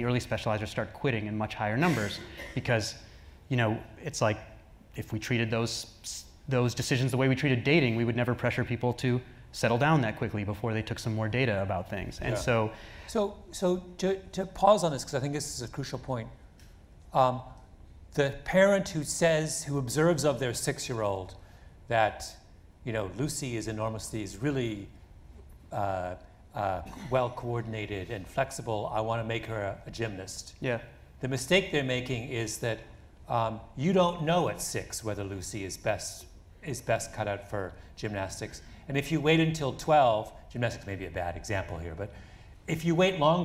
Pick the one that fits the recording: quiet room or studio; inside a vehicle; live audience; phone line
live audience